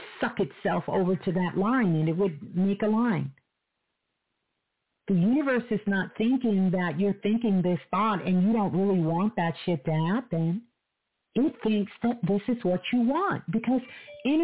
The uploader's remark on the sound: Live Call In Show.